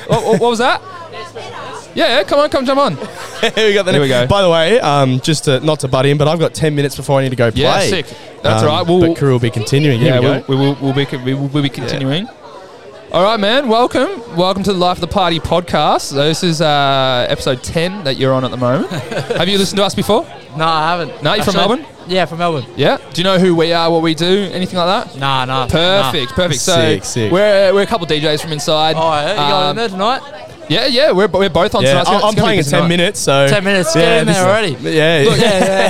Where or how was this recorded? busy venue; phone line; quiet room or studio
busy venue